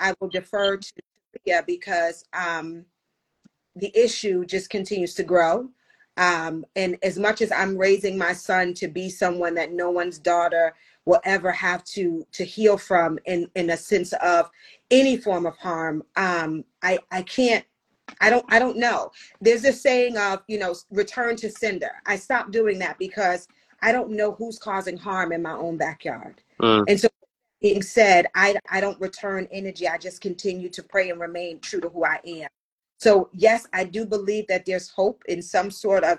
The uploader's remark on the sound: the audio version of our Instagram live edition